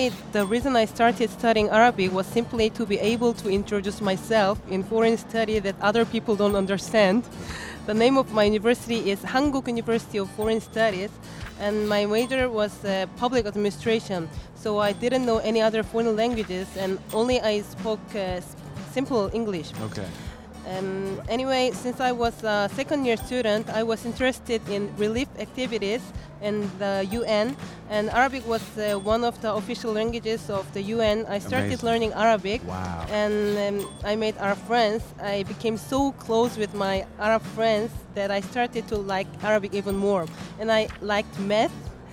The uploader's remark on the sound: Live from SIBF 2023